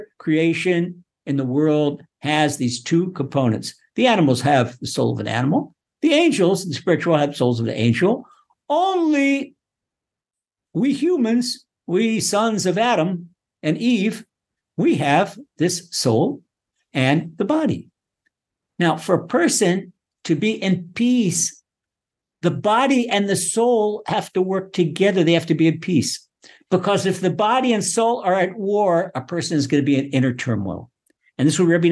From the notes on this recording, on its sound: Recorded via TORCHzoom.